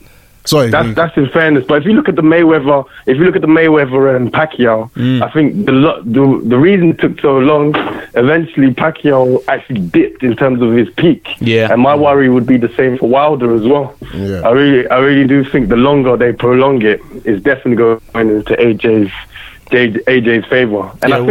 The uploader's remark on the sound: with the fans as they call